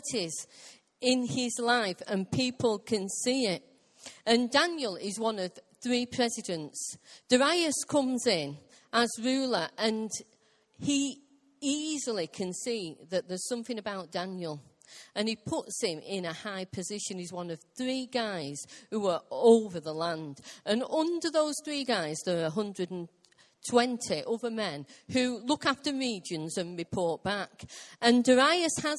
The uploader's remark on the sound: Recorded live at Life Church.